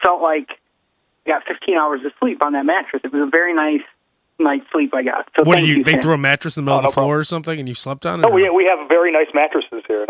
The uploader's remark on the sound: Long drive phone conversations